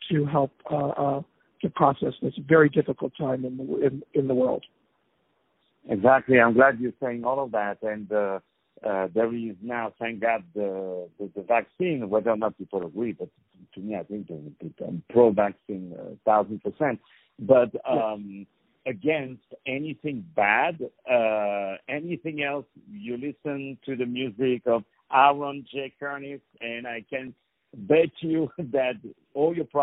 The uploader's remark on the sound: On the phone